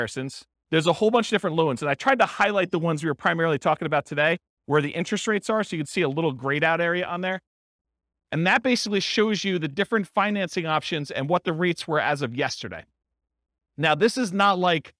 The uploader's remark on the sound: This was a live class recorded.